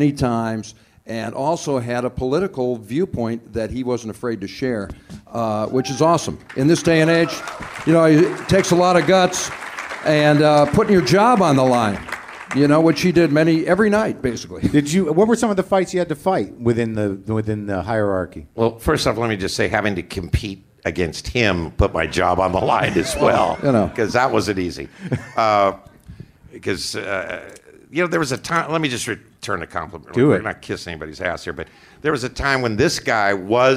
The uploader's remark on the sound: Recorded in front of a live audience at the LA Podfest.